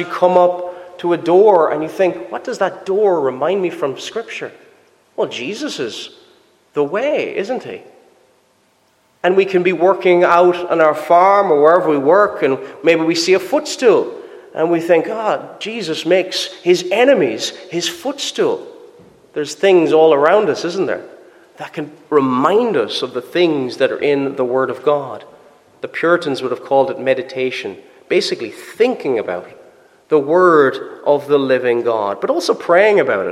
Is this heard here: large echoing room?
yes